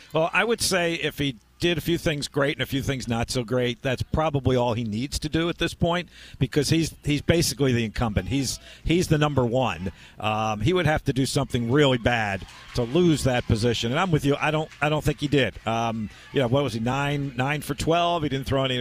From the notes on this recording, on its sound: live on remote at RF&P Park in Glen Allen for the Babe Ruth 13 Year Old World Series